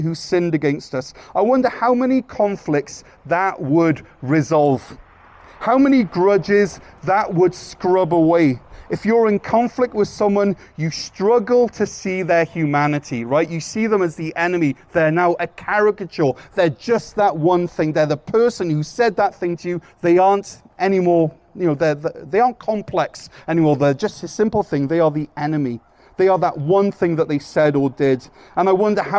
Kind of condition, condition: setting, large echoing room